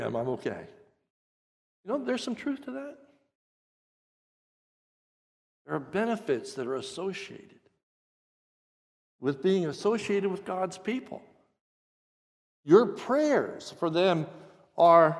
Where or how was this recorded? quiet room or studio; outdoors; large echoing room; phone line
large echoing room